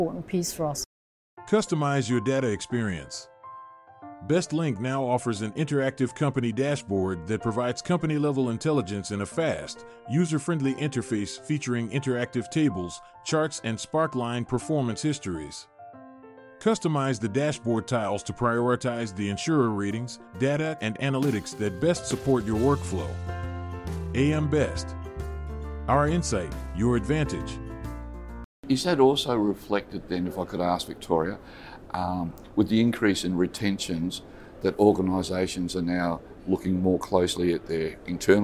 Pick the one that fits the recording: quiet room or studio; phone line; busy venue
busy venue